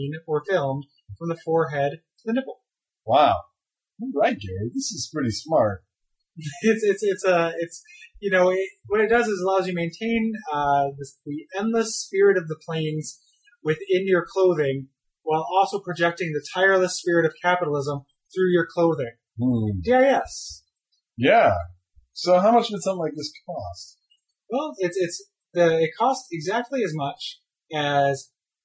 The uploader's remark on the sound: Apologies for the sound quality.